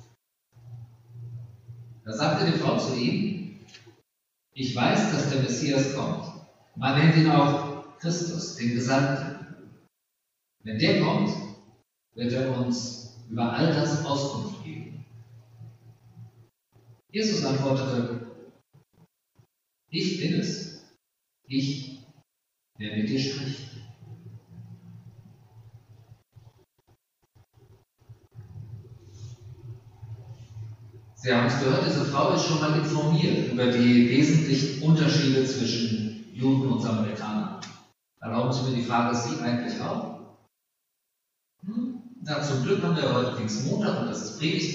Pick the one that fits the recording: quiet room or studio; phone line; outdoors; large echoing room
large echoing room